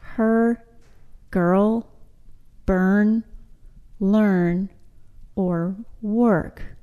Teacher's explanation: We don't hear any real vowel sound in the words her, girl, burn, learn, or work. · Term: schwa plus R